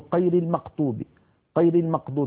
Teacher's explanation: يخلطون صوت الغين بصوت القاف